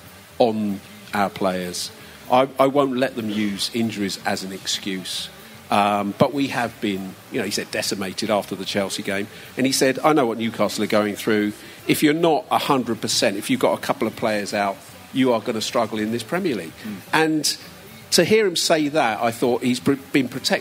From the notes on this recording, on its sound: At the Xmas Live Show.